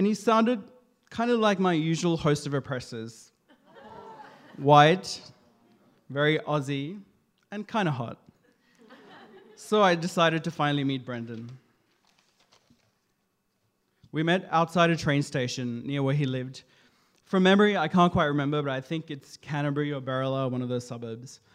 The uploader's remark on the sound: This is his first attempt at telling a story to a live audience. Queerstories is an LGBTQIA+ storytelling night. With regular events in Sydney, Melbourne and Brisbane.